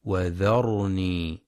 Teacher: ينتبه القارئ لتفخيم الراء في كلمة وذرني ولترقيق الواو والذال، فلا يقرأ وذرني بترقيق الراء أو وذرني بتفخيم الواو والذال.